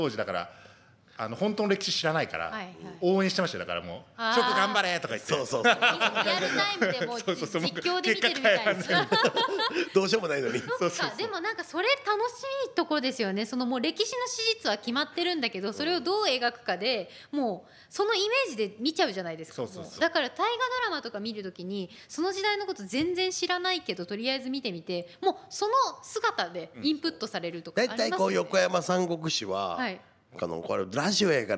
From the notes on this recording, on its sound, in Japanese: 公開収録回